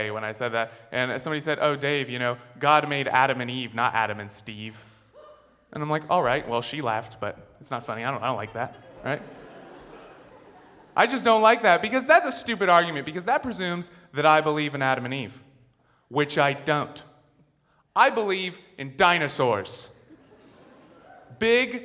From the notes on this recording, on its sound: Before a screaming audience at San Francisco's Brava Theater. Snap Judgment, LIVE!